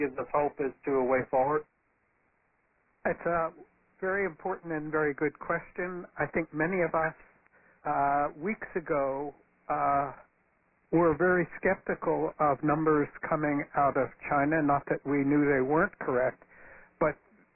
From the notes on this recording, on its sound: Press Conference. This call was recorded at 2:30 pm Eastern Time on Thursday, March 19.